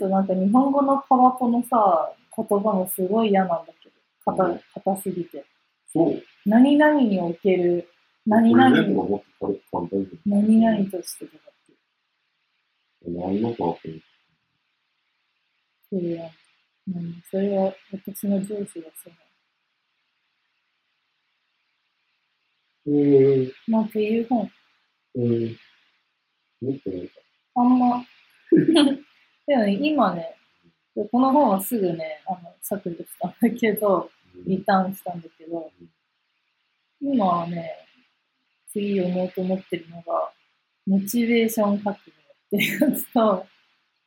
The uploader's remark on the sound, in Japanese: 音声が悪くてすみません。